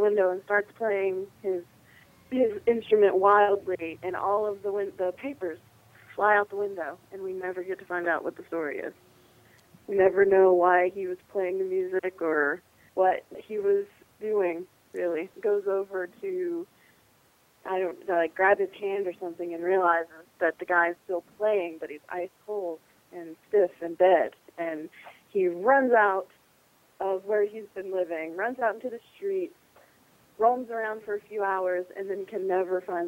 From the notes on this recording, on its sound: joins by phone